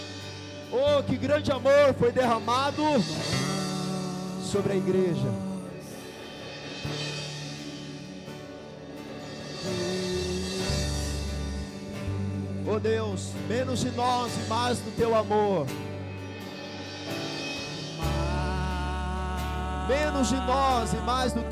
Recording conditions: large echoing room